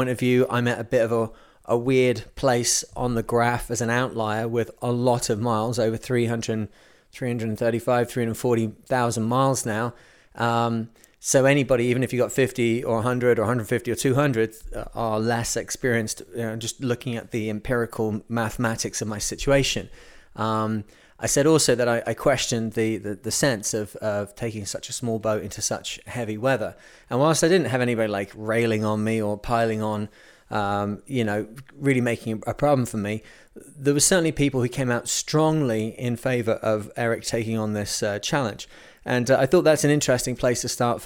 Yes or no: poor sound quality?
no